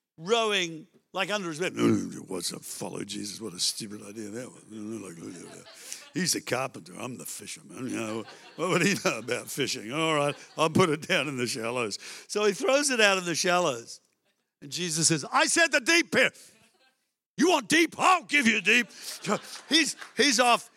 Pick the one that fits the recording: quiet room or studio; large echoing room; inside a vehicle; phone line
large echoing room